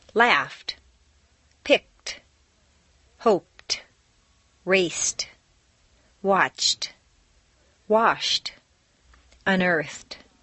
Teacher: T replaces D in the past tense after an unvoiced consonant sound. F, k, p, s, ch, sh, f, except T.